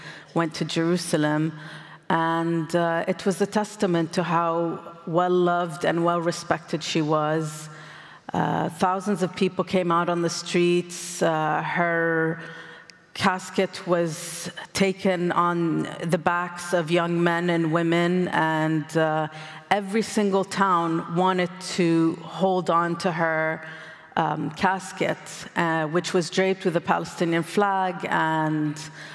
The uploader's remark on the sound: recorded at the 2023 Oslo Freedom Forum